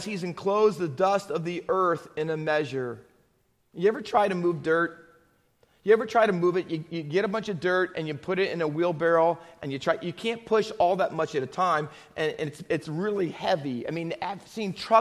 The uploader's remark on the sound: Faith Baptist Church in Hamilton, NJ.